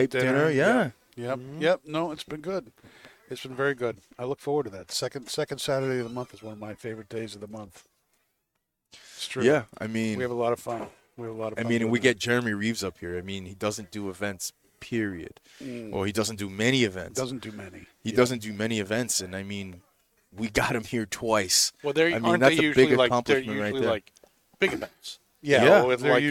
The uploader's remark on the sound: Recorded live from the 7-20-4 Lounge!